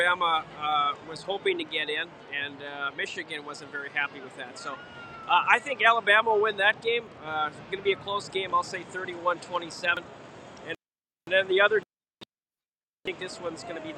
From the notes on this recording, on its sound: Live from the 2024 Fiesta Bowl. Live from State Farm Stadium!